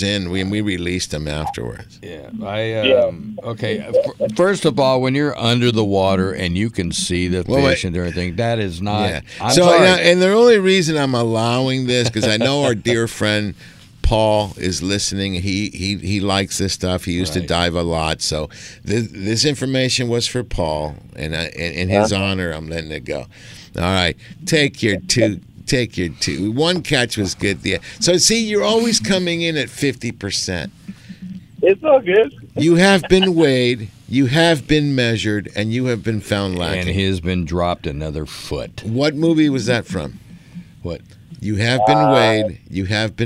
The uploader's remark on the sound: "LIVE" from Angel Stadium in Anaheim, CA